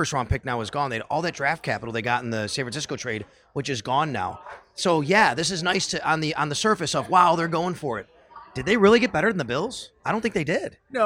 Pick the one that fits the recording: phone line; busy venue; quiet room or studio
busy venue